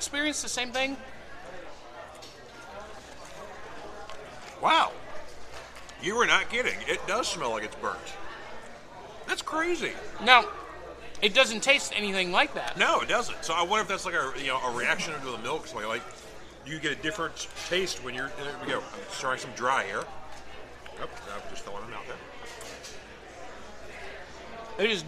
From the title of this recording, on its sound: Live From The National Corvette Museum Comic & Toy Show!